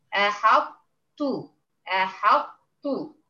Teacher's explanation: يبقى نقولها ازاي؟ ان احنا هندغم الطاء الساكنه في التاء مع بقاء صفه الاطباق